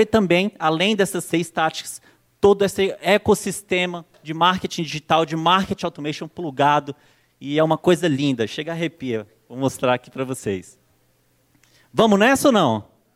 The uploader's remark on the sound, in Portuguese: palestra exclusiva, ministrada no Acelerador Digital ao vivo 2015